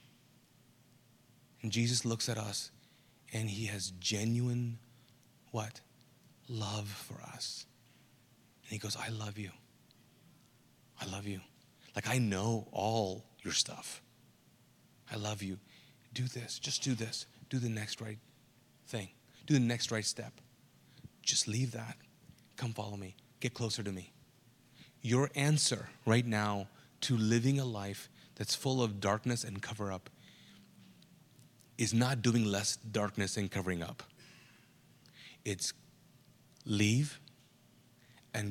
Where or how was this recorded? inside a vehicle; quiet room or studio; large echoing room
large echoing room